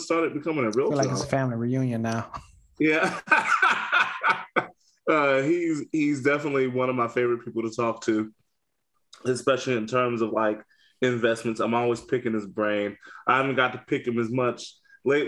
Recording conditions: video call